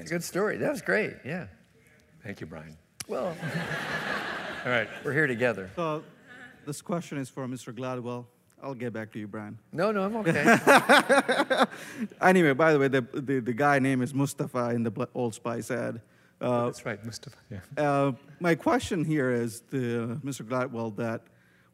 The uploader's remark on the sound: Recorded April 7, 2015 at New York’s 92nd Street Y.